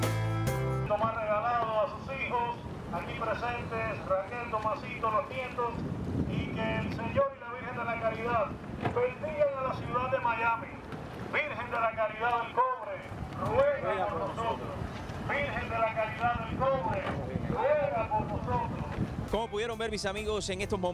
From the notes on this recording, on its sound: ON THE STREET. PROCESION MARITIMA VIRGEN DE LA CARIDAD DEL COBRE MIAMI.